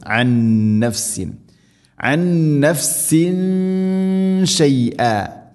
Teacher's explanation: തൻവീന് ശേഷം ഷീന് ഇഖ്ഫാ ബിഗുന്ന അവ്യക്തമാക്കി മണിക്കണം